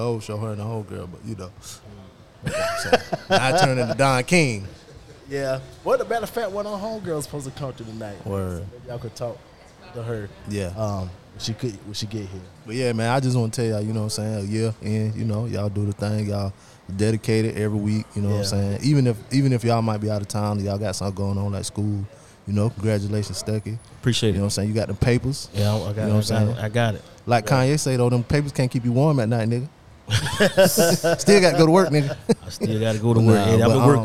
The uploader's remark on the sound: Doing a live show at their favorite spot. They are joined by past guests and listeners.